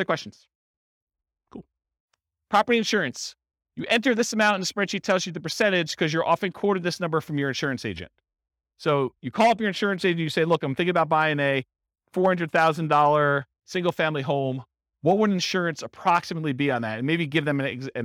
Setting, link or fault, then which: setting, live audience